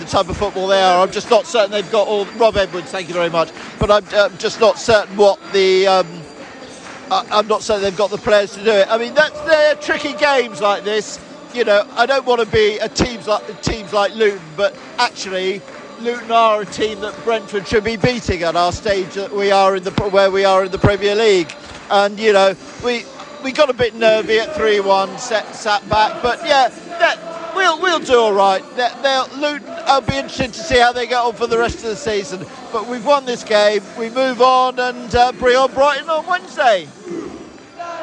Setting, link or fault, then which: setting, busy venue